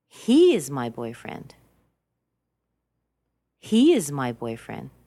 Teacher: Stress the word he.